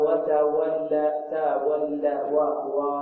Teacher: صحيح الواو مرققة، لكن لا تبالغ في هذا الأمر حتى ربما تشرب رائحة الياء